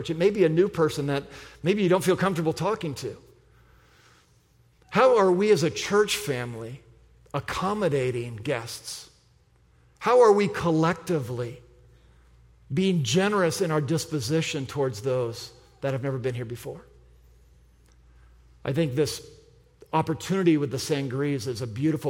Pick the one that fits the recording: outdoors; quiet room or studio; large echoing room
large echoing room